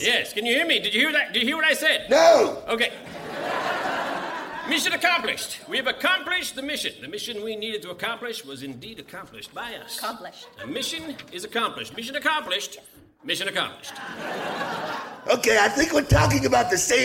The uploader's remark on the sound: Recorded Live 1/8/2011 at Largo, Los Angeles.